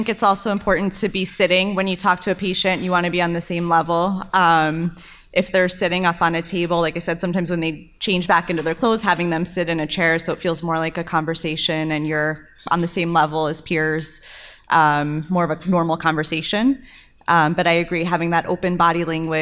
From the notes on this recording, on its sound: Recorded Live at the Real World Dermatology For Residents Conference in Las Vegas, NV. In front of a live audience at the Real World Dermatology For Residents Conference. Sahara Hotel and Casino in Las Vegas, NV.